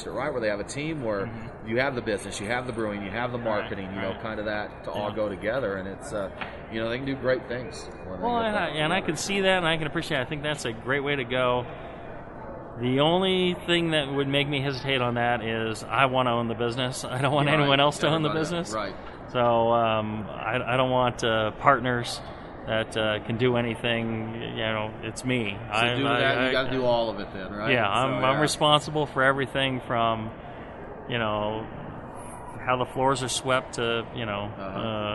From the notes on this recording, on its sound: We caught up to one of the biggest names in homebrewing at the 2016 Great American Beer Festival in Denver.